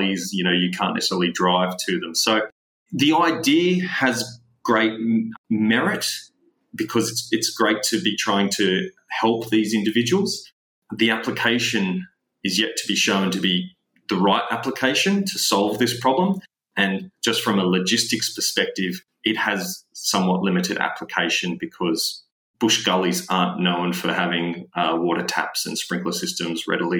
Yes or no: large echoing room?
no